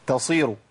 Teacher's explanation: ونحذر من إبدال الصاد بسين